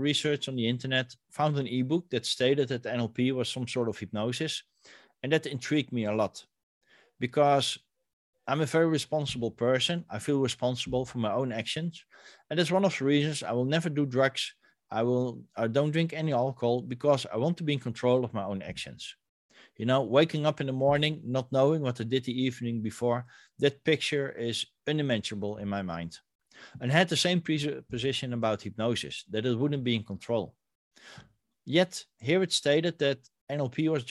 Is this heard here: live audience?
no